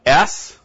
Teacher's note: It's called a groove fricative, but the voiceless alveolar fricative.